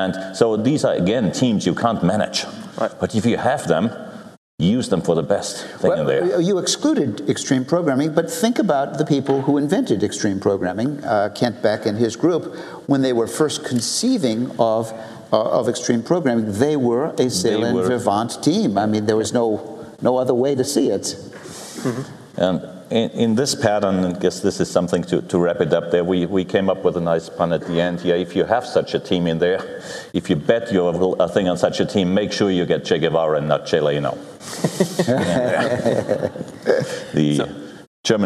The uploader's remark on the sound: This is a session recorded live at OOP 2009 .